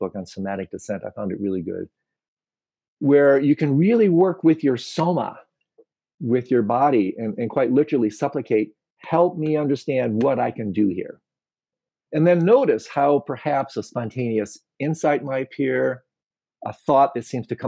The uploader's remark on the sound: Virtual Hangout